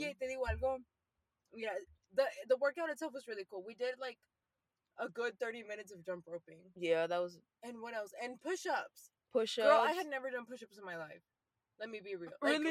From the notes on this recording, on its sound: This chatty episode recorded from our car.